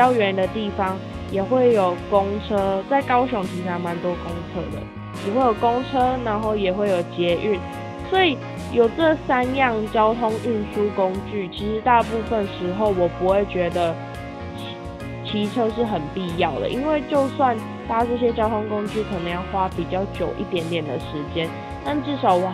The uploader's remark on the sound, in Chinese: 跟大家說聲抱歉，之前雜音以為是電風扇。因為不是太明顯所以有選擇忽略，直到最近越來越明顯。後來才找到是我自己手機的問題，所以這集前後多少會存在「明顯」雜音。之後更穩定會再買麥克風，目前會嘗試用耳機錄音ㄛ！